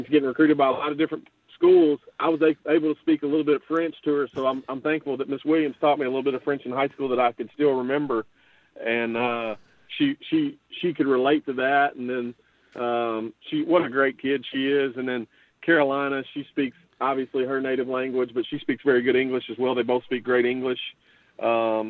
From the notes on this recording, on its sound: LIVE on the Back In Action Hotline. On RWRC Radio on The Ticket 95.3 Fm/970 AM.